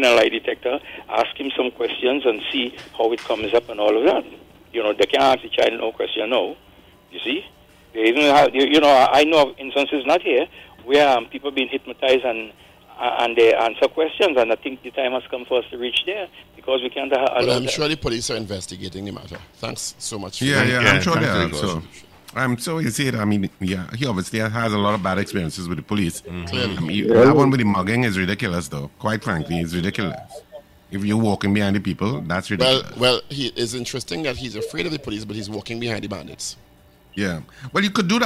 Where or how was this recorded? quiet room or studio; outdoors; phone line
phone line